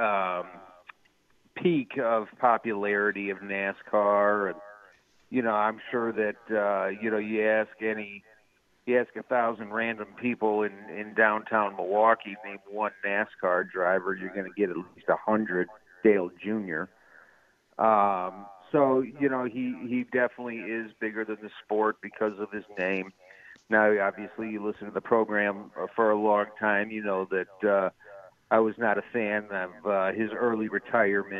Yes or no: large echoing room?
no